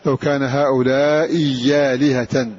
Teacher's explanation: فغير الهمزة الثانية فأبدلها ياء، فيقال هذا همز مغير بالإبدال.